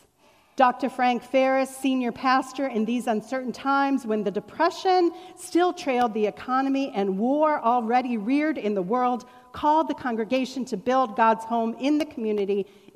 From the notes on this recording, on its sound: Was recorded on September 12, 2021 at Fairmount Presbyterian Church in Cleveland Heights, Ohio, during our Celebrate Sunday (Welcome back to Church!) event.